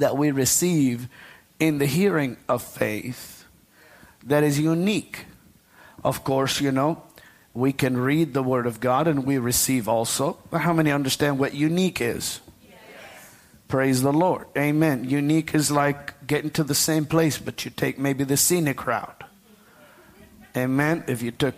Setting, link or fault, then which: setting, large echoing room